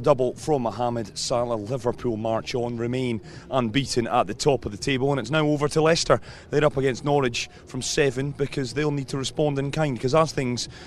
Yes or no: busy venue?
yes